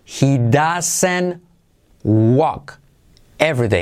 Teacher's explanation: La T de doesn't desaparece.